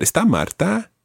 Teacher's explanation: remember raising your voice at the end